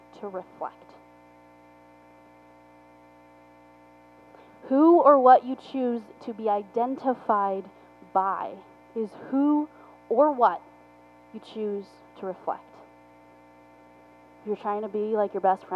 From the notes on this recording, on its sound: Forgive the poor audio quality